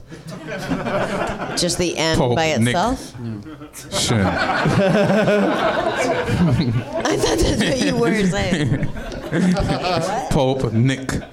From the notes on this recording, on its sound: Live from the NerdMelt Showroom in Los Angeles